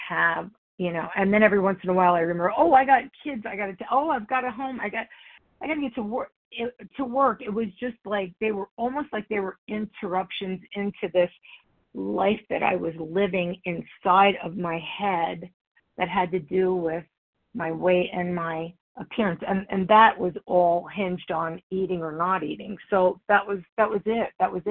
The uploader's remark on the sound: the 100 Pounders Phone Meeting, 6/6/23